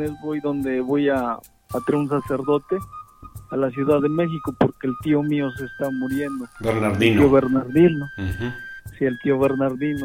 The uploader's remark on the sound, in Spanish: Esta es una entrevista por telefono